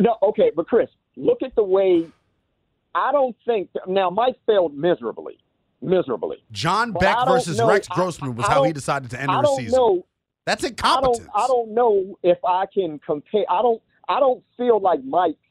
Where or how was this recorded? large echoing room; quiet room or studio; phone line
phone line